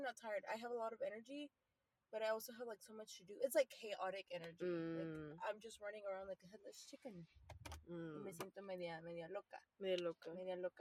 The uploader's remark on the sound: This chatty episode recorded from our car.